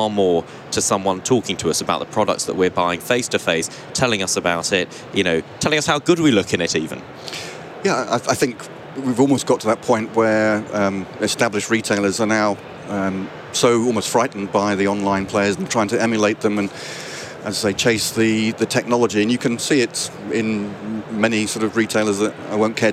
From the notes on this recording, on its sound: recorded at NRF Big Show 2018